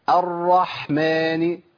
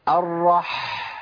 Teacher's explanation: لازم تسمع صوت الحاء وهي طالعه منين، من نص الحلق